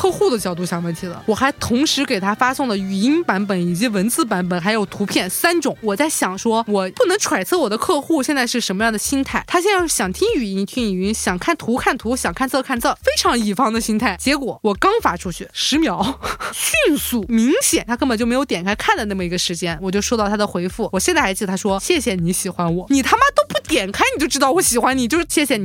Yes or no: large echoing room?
no